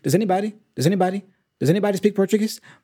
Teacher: I heard that he barely pronounces does. He pronounces it, but it's really reduced.